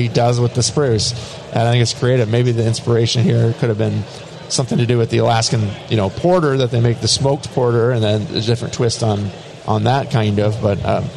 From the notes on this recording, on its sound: we record live from HomebrewCon in Providence, RI